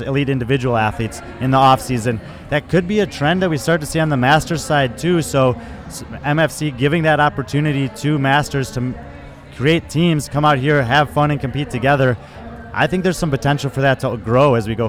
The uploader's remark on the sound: Joins us live at the competition on Sunday morning.